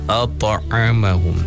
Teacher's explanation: Mungkin tadi sebab laju sangat baca je tadi kan, untuk menghabiskan ayat tadi. Jadi huruf ta itu adalah huruf qalqalah. Jadi kena ada detakkan ataupun ada dipunya tempoh dia tadi